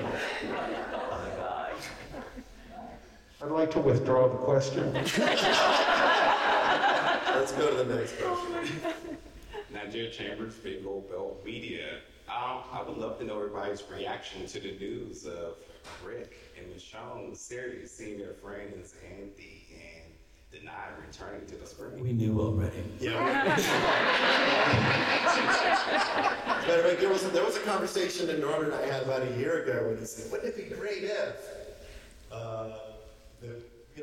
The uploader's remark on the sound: This podcast was recorded during San Diego Comic-con 2022 as part of AMC press conference